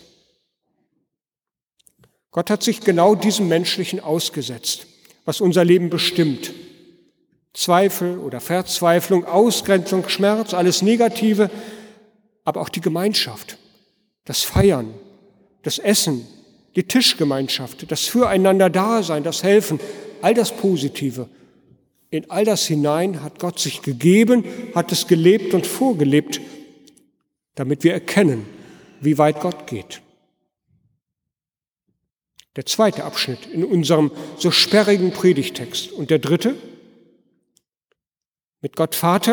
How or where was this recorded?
large echoing room